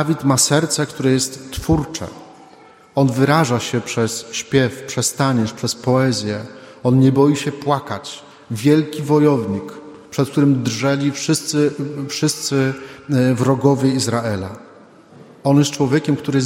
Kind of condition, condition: setting, large echoing room